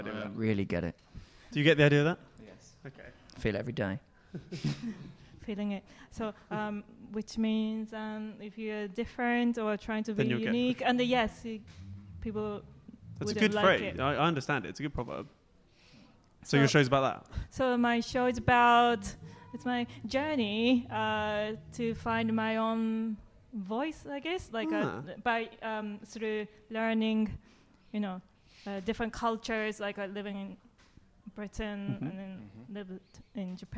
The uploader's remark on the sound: This episode was recorded at the Leyton Technical on 7th July 2019.